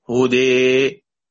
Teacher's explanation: النطق بالحرف بصفة ما بين الفتح وما بين الكسر، ما بين الألف وما بين الياء · Term: الإمالة